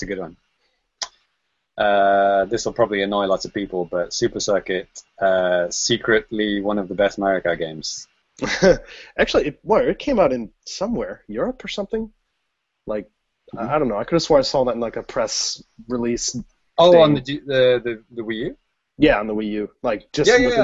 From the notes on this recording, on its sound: Recorded on Google Hangouts On Air live